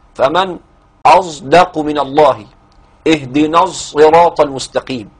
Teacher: مزج حرف بحرف مثل إشمام الصاد صوت الزاي في صراط وفي الصاد الساكنة بعد قبل الدال، فمن أصدق من الله اهدنا الصراط المستقيم، يعني صاد تشوبها شائبة الزاي وهي قريبة قريبة من ضاء العوام وليست كضاء العوام، قريبة منها في الأداء.